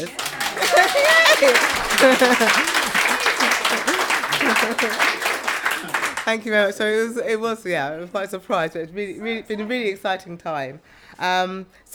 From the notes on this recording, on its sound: Coming to you live, from the Effra Social in Brixton, it's The Riff Raff June Meet Up! Live Event.